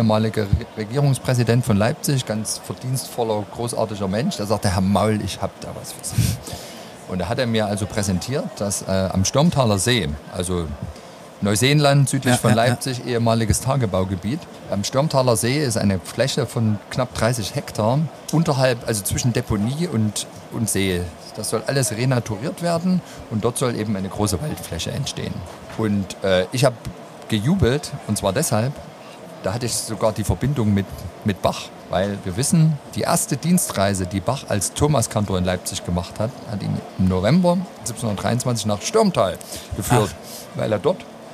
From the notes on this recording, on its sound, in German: LIVE aus unserem mobilen Podcast Studio von der Modell-Hobby-Spiel auf der Messe Leipzig